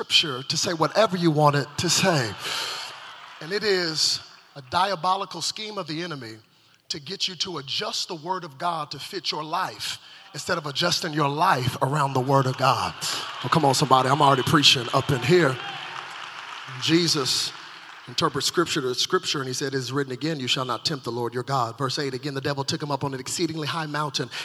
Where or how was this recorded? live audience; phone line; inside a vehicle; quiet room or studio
live audience